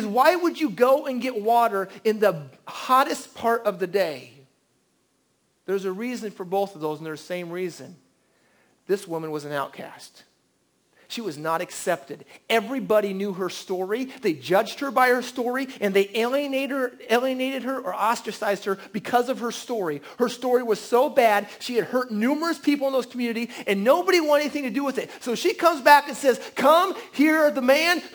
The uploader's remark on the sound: At The Well an Acts 29 &amp; Converge Heartland Church in Hastings, NE. At The Well an Acts 29 & Converge Heartland Church in Hastings, NE.